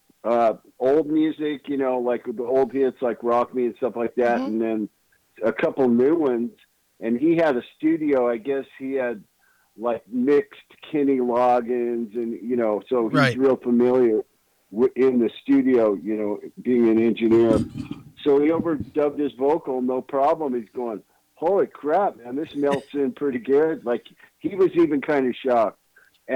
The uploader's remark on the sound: called